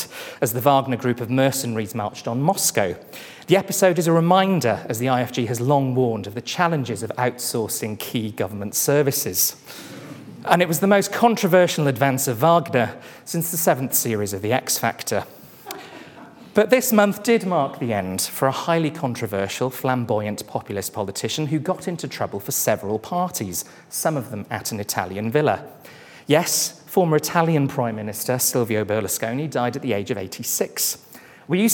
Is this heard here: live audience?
yes